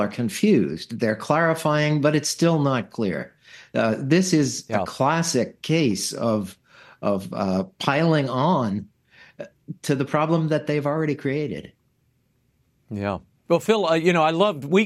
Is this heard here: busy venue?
no